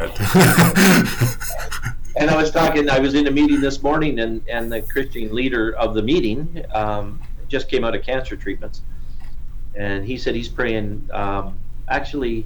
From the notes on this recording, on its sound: Sorry about the audio in this one